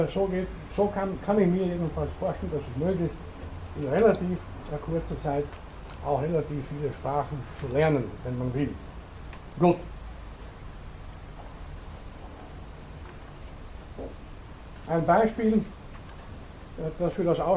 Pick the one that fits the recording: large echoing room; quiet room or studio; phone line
large echoing room